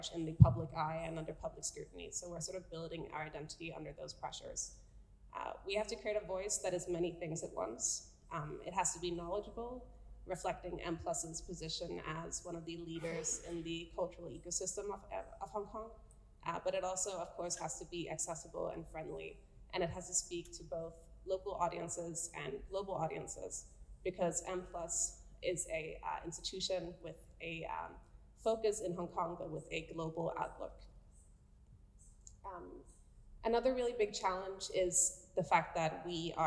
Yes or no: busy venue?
yes